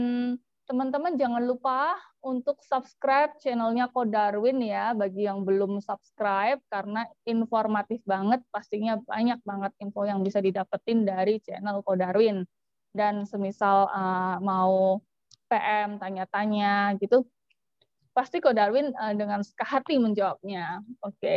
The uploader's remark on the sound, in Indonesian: Sukaaaaa sekali zoom kali ini.